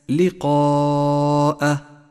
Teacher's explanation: المد المتصل في كلمة لقاء، يمد خمس حركات وجوبا، لون بالأحمر إشارة إلى زمن وموقع المد.